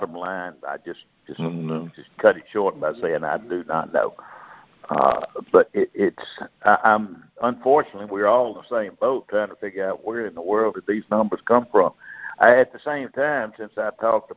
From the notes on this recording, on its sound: Monthly Conference Call